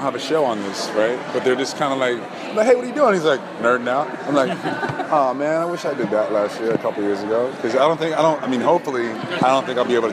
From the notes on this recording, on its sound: Taped at San Diego Comic Con.